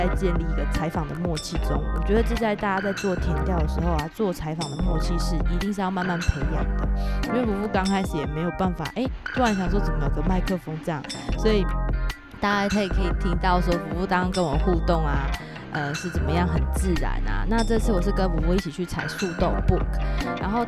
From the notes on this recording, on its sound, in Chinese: Ubi行動錄音室，跟著我的行走節奏，藉由工作、旅行，走進不同的部落，蒐集部落在地的聲音。